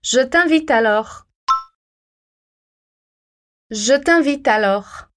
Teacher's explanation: Não se esquece então do som nasal em invite.